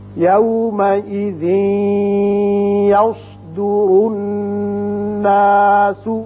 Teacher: تنوین کے بعد یا آ گیا جو کہ ینمو میں سے ہے، یہاں ادغام ہوگا غنے کے ساتھ، یوس سواد پر پڑتے ہیں، را کے اوپر پیش ہے